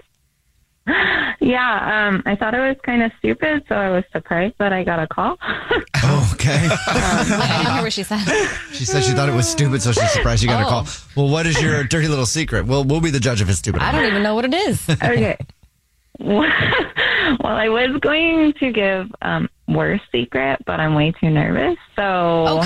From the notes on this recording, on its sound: The woman on the phone